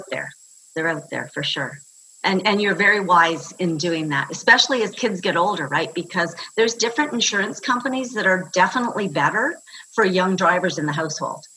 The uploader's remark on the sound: Recorded live via Zoom with the Gather Women community.